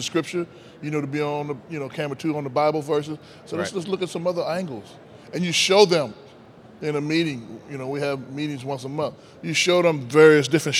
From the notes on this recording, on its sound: We recorded both of these interviews in front of a live audience at the Church Facilities Expo and SALT Conference.